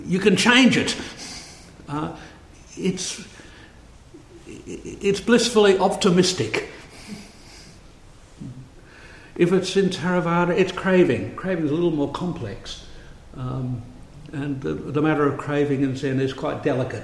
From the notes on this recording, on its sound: A Thursday night Dharma talk. Delivered at St Paul's in Beaconsfield.